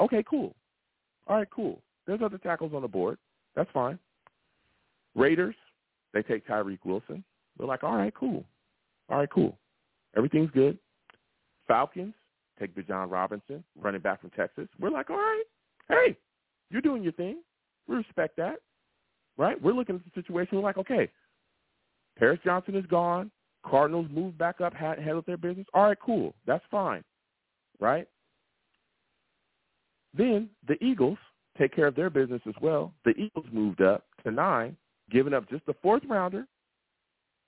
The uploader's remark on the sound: I also take live callers!